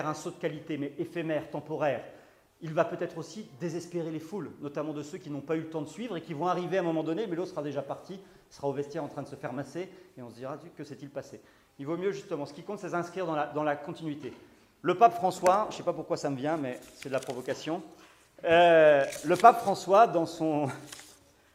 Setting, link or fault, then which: setting, live audience